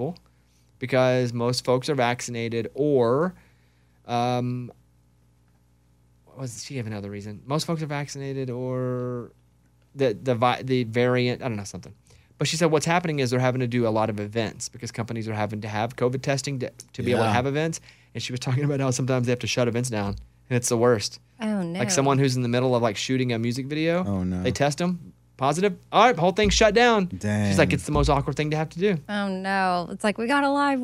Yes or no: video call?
no